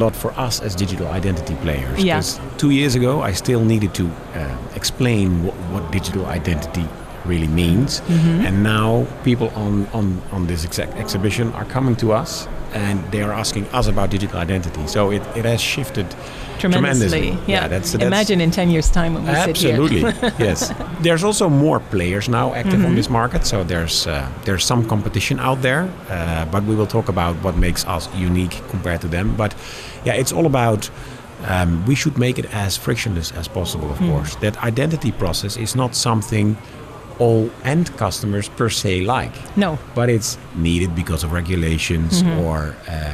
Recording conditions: busy venue